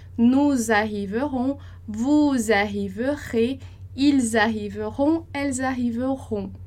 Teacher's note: não esquece que arriver começa com vogal, a gente vai fazer a liaison ali